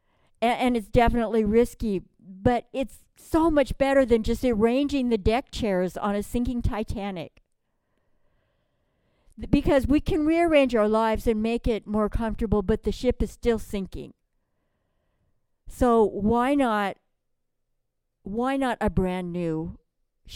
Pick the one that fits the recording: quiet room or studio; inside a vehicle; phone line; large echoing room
large echoing room